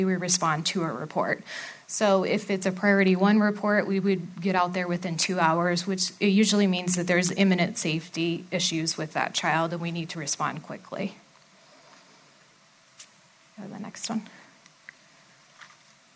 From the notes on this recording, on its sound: A live recording from our Fifth Annual Court & Custody Conference.